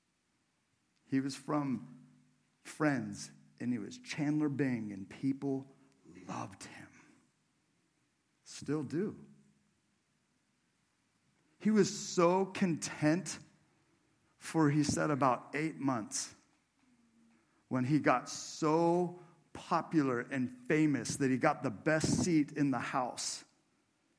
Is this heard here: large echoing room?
yes